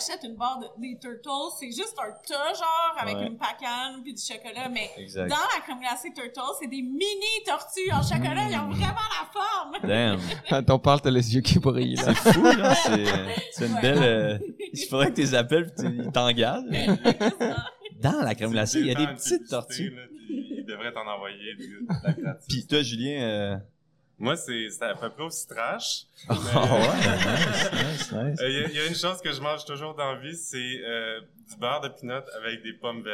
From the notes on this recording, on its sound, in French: Sont au Pop-up des Fermes et Restos. Cet épisode a été enregistré en direct pour vous faire revivre ce bel évènement.